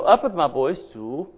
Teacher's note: If I go up with my voice, zhu, it means bamboo.